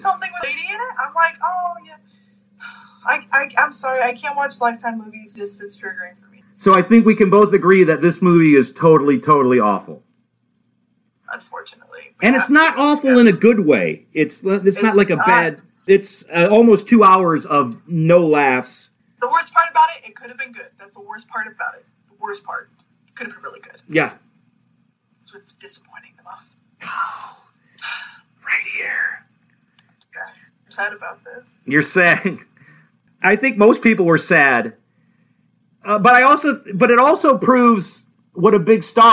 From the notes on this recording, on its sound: the audio on this podcast is not the best, we had some technical difficulties doing this over Skype.